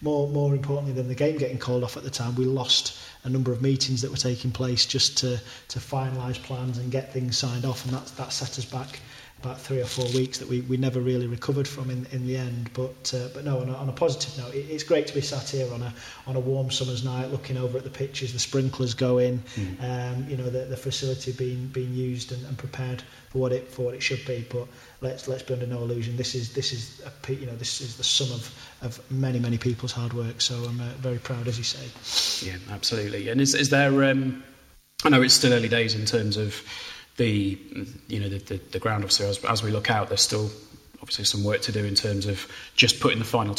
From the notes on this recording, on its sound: LIVE from the EPC. We were privileged enough to be invited to the Elite Performance Centre.